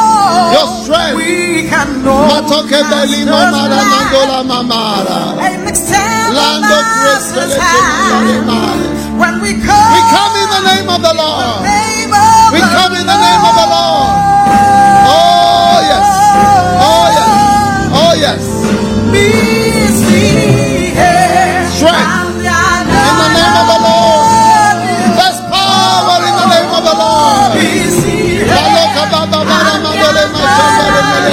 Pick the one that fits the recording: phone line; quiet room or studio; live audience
live audience